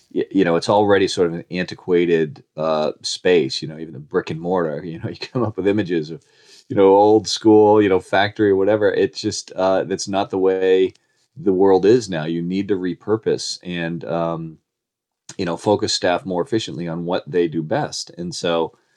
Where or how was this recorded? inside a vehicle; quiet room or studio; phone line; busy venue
quiet room or studio